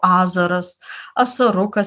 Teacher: Kalbininkai teigia, kad, tiksliau neteigia, bet svarsto, kad jotvingiai turbūt neturėjo priebalsių ŠŽ, todėl visur buvo tariama SZ